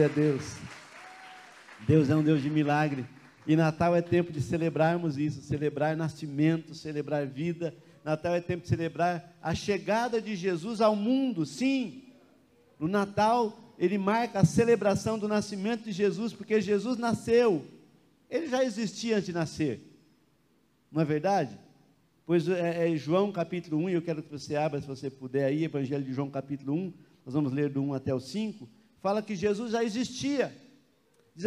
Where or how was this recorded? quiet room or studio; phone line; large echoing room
large echoing room